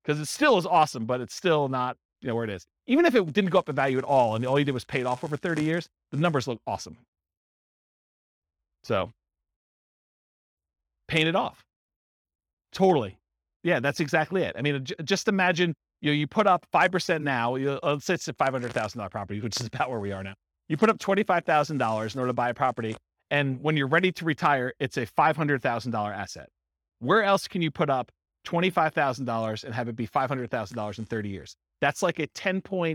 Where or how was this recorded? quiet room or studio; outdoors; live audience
live audience